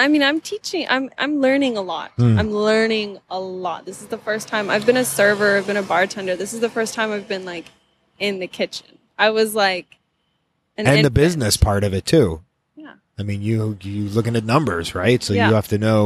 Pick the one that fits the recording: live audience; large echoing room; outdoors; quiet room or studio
outdoors